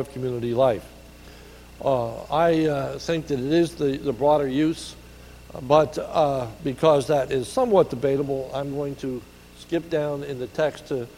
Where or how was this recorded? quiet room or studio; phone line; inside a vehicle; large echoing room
large echoing room